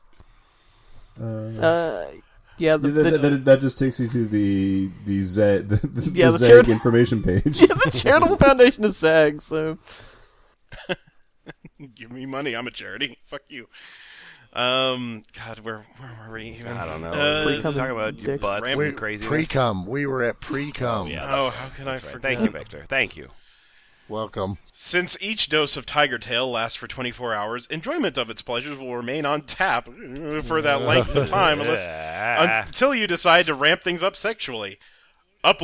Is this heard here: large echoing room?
no